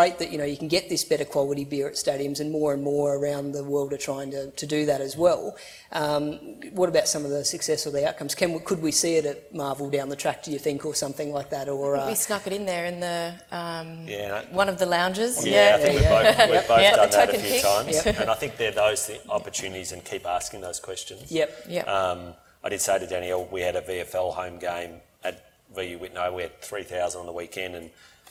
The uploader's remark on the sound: presentation recorded at BrewCon 2018